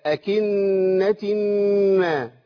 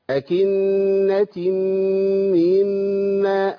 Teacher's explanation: عندي غنتين ورا بعض لازم اضبطهم وافصل بينهم · Shown in: second take